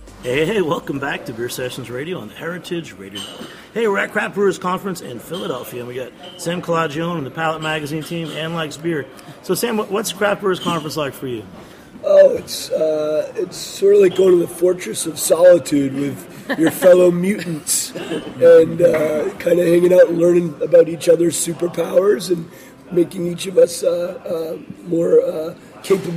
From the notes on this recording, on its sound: at the 2016 Craft Brewers Conference in Philadelphia!